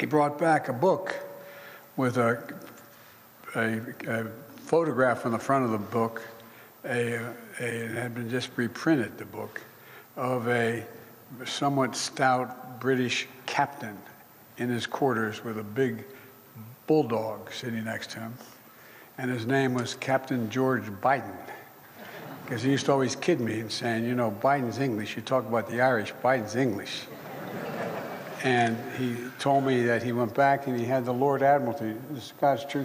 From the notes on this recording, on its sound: addressed a small audience in Belfast